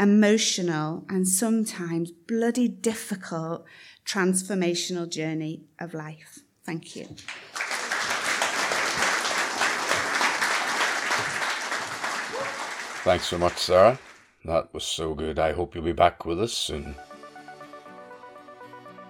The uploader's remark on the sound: Tenx9 is a live storytelling event where nine people have up to ten minutes each to tell a true story from their own life on a particular theme.